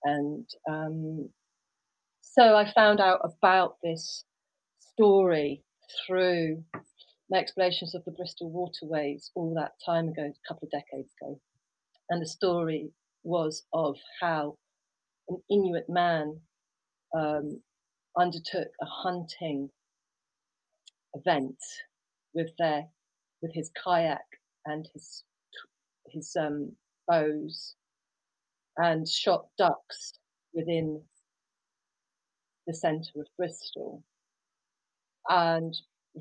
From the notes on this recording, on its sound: Please note: These podcasts were recorded in different locations and with a range of equipment. As such the sound quality varies and at times external factors are more present than ideal in the recordings.